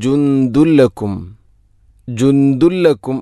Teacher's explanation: സുക്കൂനുള്ള നൂനിന് ശേഷം ദാല്, അപ്പോൾ നൂനിനെ അവ്യക്തമാക്കി മണിക്കണം. ജുന്ദുൻ, അതുപോലെ ദാലിൽ തൻവീനാണ്, ശേഷം ലാം, ഇദ്ഗാം ബിലാഗുന്ന, തൻവീനിനെ ലാമിലേക്ക് കൂട്ടിലയിപ്പിക്കണം. · Term: ഇഖ്ഫാവും ബിഗുന്ന